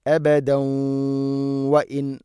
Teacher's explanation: തൻവീനിനെ വ എന്ന അക്ഷരത്തിലേക്ക് കൂട്ടിലയിപ്പിച്ച് മണിച്ചുകൊണ്ട് ഉച്ചരിക്കണം